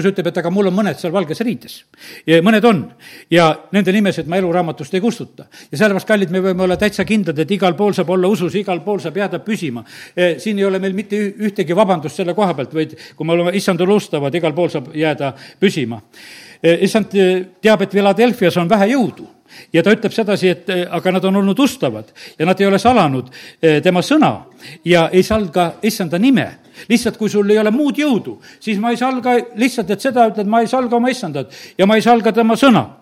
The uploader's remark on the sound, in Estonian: Audio salvestus koosolekult